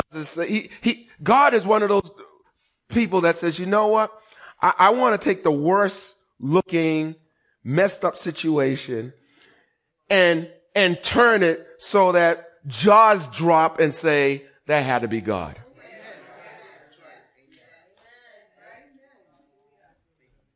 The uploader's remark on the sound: Recorded on 20160417 at the 08:30am Service